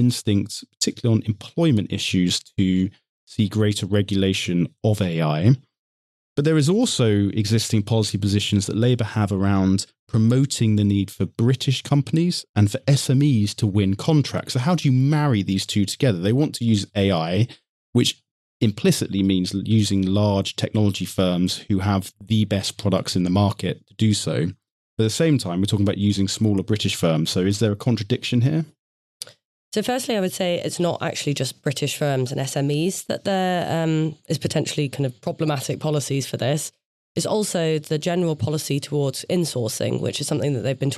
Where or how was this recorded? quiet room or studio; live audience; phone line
quiet room or studio